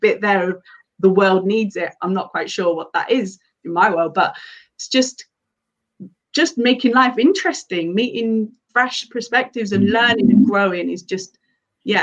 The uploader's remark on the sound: This episode of the podcast is another recording from our live Friday Fireside webinar.